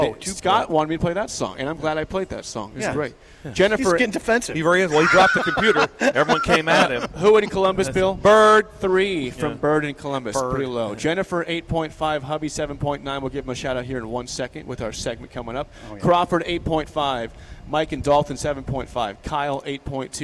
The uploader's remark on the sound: Let’s see what the live audience has to say about it